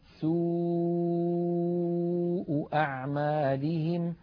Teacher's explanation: والشفتان قد انضمتا إلى الأمام وقد بقي بينهما فرجة، يعني بقيت بينهما فتحة يمر منها الصوت. · Term: الواو المادية